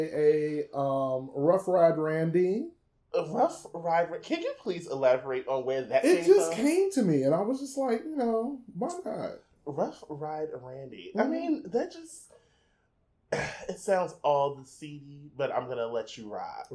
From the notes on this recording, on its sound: Technical difficulties.